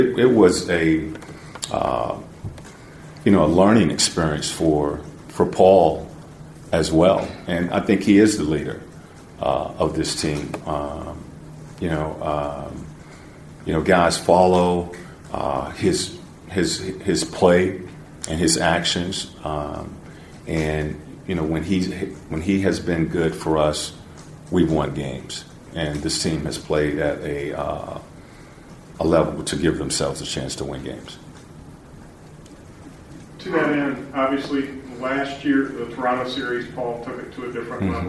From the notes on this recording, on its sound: Season wrap-up press conference. Spoke with reporters about his first season has head coach here.